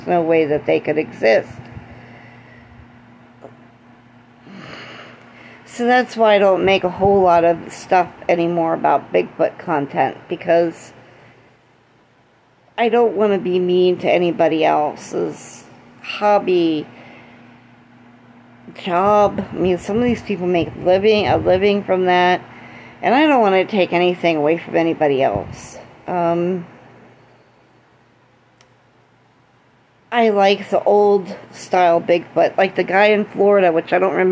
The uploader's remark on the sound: Don't mind the background noise.